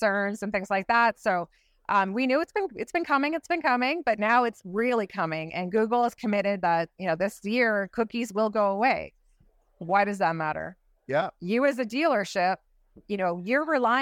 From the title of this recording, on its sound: "Live" From NADA 2024